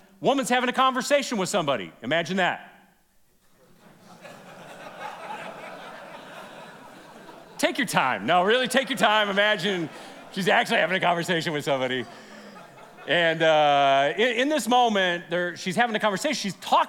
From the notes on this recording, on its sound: This is from our most recent event, Men’s Roundup 2023. This is session 1 from Friday night.